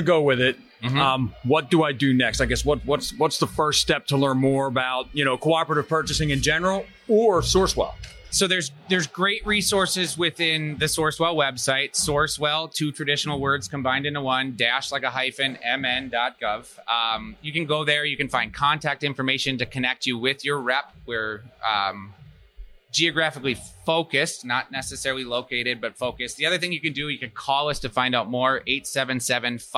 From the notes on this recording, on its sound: Live at FDIC.